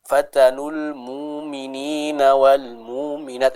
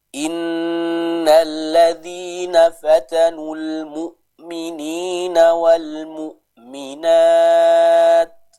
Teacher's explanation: hamzah yang sukun dibaca dengan tahqiq ya, dengan menjelaskan, menegaskan bacaan hamzah tersebut · Shown in: second take